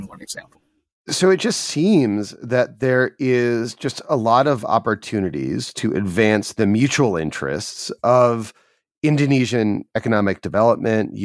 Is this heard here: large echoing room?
no